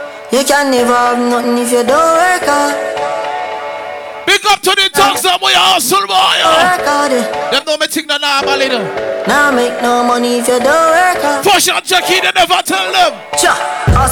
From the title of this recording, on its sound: LIVE AT (MODELS&BOTTLES)